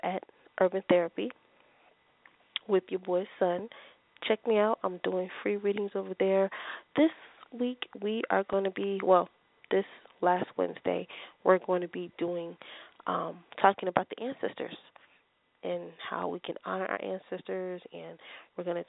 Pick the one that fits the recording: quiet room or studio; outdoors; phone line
phone line